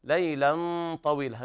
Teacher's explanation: الغنة الإخفاء مع بيان الغنة بمقدار حركتين وتفخيم الغنة لمناسبة حرف الطاء بعدها